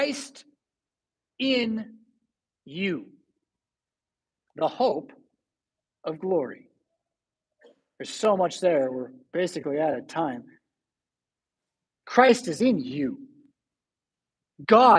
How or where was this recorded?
large echoing room